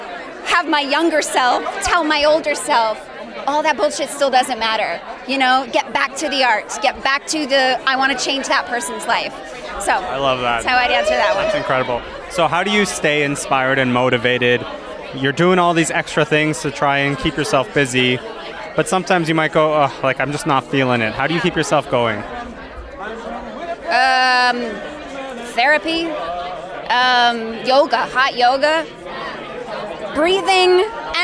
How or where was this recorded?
busy venue